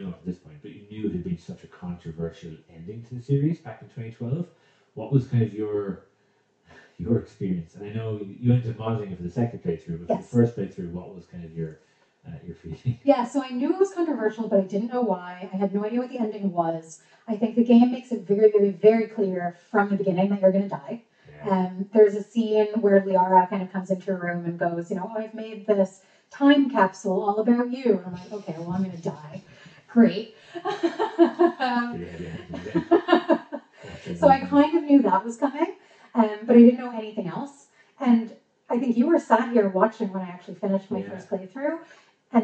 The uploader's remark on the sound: We had a few issues with sound on this one, so apologies!